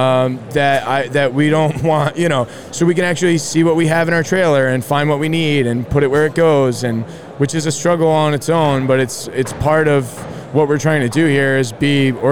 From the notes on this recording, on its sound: up at the JLC Live show!